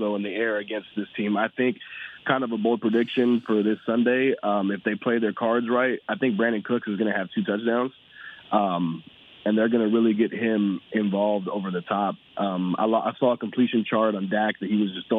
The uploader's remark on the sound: From South Korea to Texas, fans called.